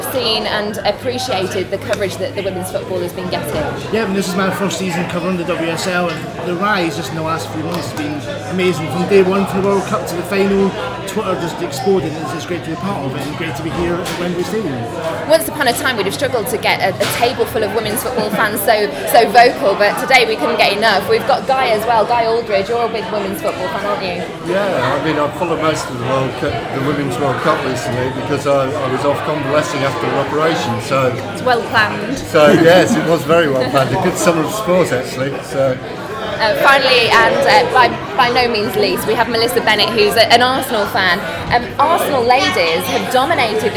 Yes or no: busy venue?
yes